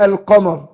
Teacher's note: لام قمرية، لان هي مش مدغمة ظاهرة القمر